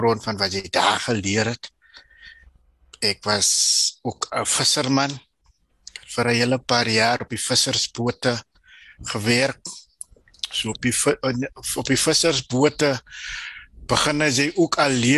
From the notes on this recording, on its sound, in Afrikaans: Zoom Byeenkoms 3 Nov 2022. Transformasie Tafel Zoom Byeenkoms.